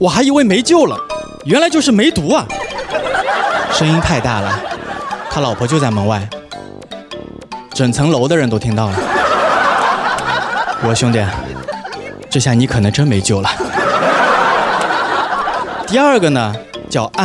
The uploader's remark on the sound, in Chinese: 同步录制了视频版本。脱口秀现场（清晰完整版）。